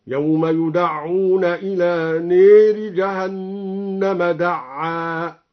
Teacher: أمال الألف قبل الراء المكسورة